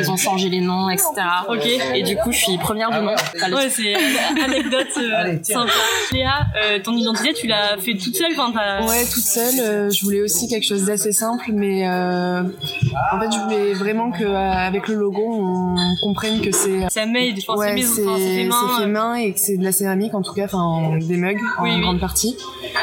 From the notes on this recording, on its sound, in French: Nous avons enregistré l'épisode dans un café, c'est pour ça que tu entendras des bruits de fond.